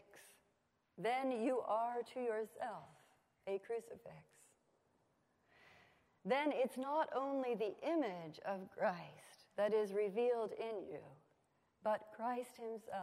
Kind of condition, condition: setting, large echoing room